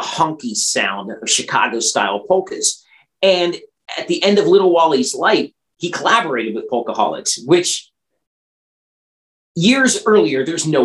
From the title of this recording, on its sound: Original Zoom Audio